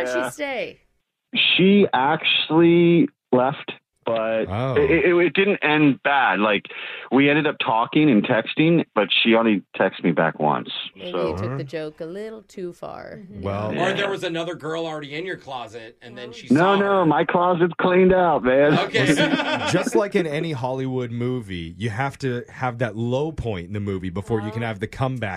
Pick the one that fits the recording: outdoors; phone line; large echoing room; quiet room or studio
phone line